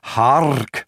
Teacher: The H gives it a beginning, the aspiration, but the RK, the R would have been more rolled in Elizabethan England than we do today.